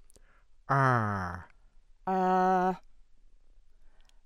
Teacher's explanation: open front rounded, cardinal 12, capital OE digraph, ah.